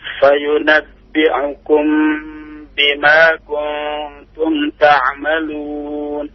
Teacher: Di ininya ditahan. Mim sukun bertemu dengan ba ikhfa syafawi.